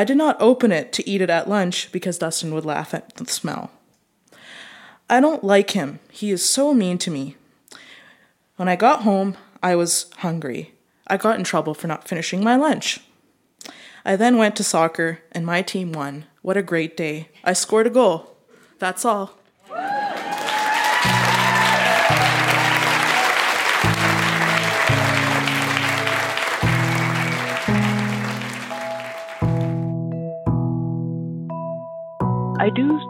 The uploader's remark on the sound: Recorded live at The Refinery in Saskatoon, SK.